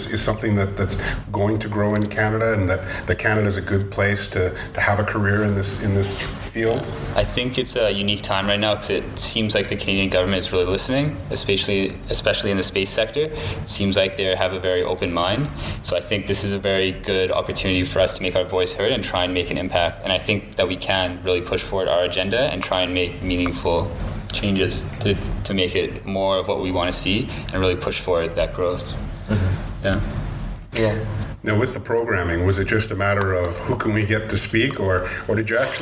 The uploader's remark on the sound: Recorded at the conference. The Montreal Space Symposium is a new conference that was conceived of and organized by students. Registration was free and they confirmed 400 registrations with approximately 300 attending the keynote.